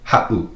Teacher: If you were to take out that 7, it would be pronounced ha'u, but with the 7 in there, makes that little glottal stop, that pause